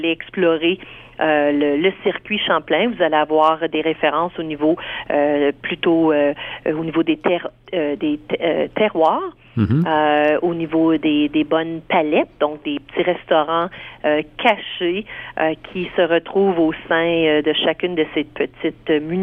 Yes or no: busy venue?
no